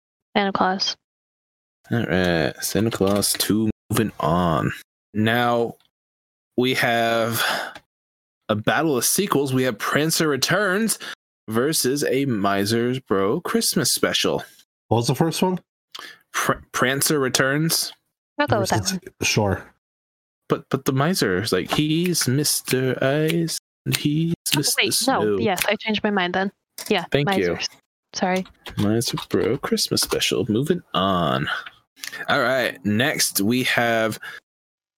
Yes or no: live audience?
no